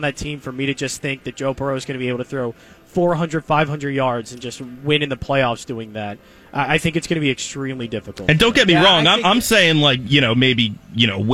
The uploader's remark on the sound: LIVE from the Parx Casino Sportsbook